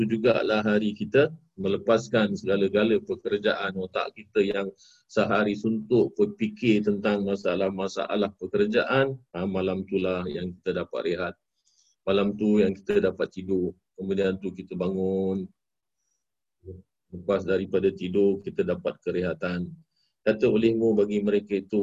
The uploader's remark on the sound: Zoom Host.